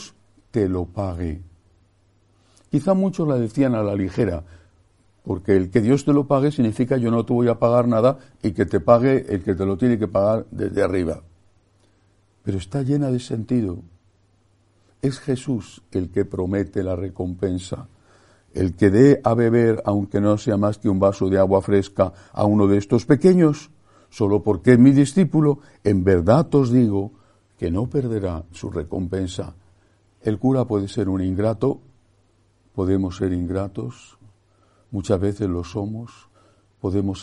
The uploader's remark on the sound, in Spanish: Santa Misa del lunes 17/7/2023, Iglesia de María Virgen Madre